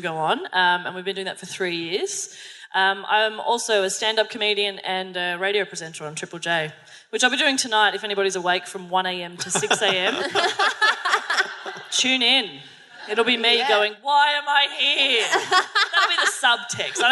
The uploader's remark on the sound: LIVE from Howler Bar in Brunswick